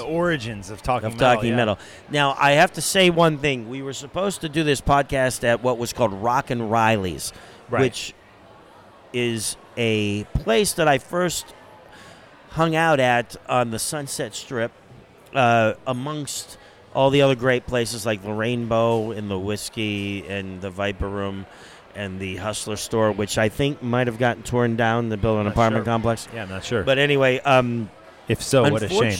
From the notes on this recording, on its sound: This interview was recorded at Heavy Montreal.